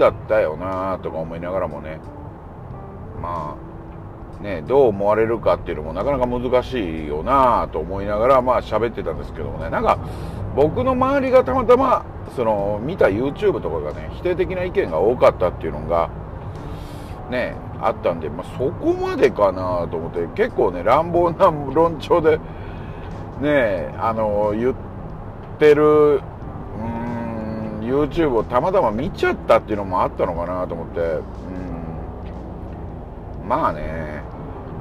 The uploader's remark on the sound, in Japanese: 帰路の車中にて。またも、移動中の車内から収録している前半10分程度。音質が悪いですがご了承下さい。